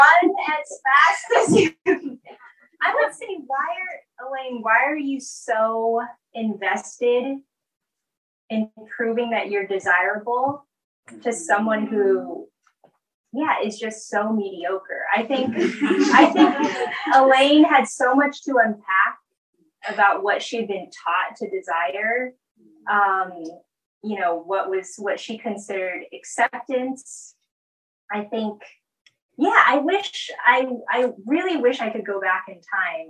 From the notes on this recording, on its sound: Despite some technical difficulties, this golden conversation was a triumphant return to our beloved and well-missed in-store events programming